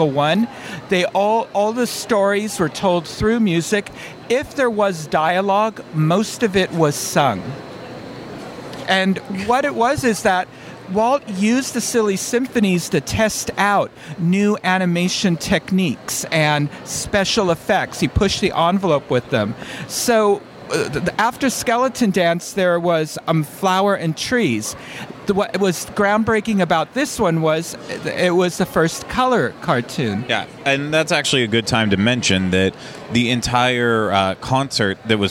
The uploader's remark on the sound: D23 Expo Day 3 Morning Live Show